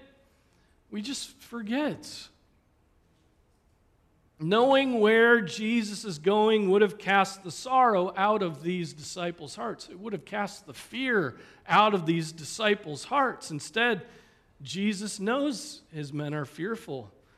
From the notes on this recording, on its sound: Preached on March 26, 2023 at Trinity Presbyterian Church (Evangel Presbytery) in Spartanburg, SC.